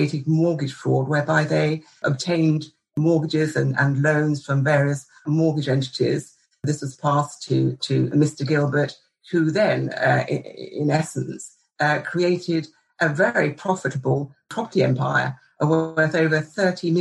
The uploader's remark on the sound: a recording of a virtual panel discussion hosted by Fountain Court in July 2021